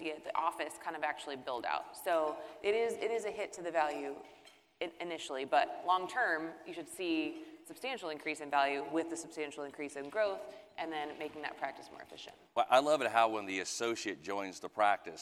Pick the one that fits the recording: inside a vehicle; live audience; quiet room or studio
live audience